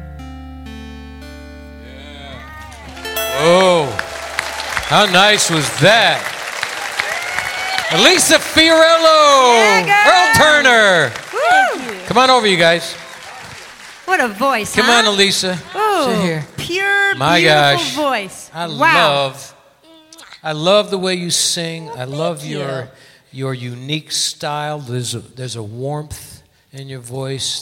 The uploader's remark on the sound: Live at the South Point Casino